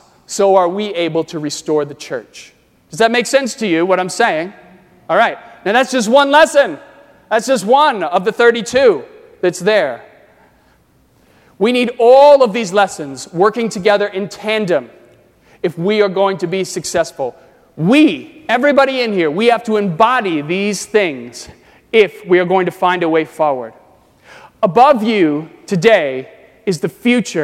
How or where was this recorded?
large echoing room